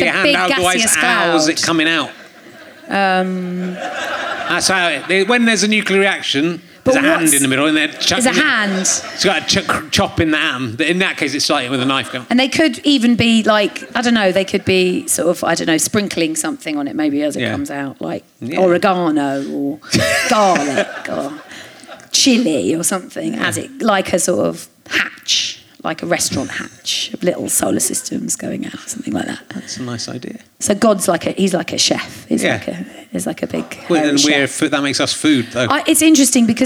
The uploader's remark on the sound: Leicester Square Theatre Podcast